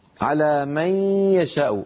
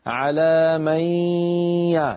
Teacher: وزع الصوت بين الفم والخيشوم، فلا تأتي بياء صافية من الفم ليس معها غنة، لا بد من الغنة على من، لأن هذا الإدغام بغنة.